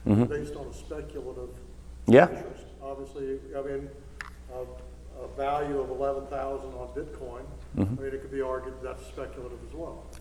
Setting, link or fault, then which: setting, live audience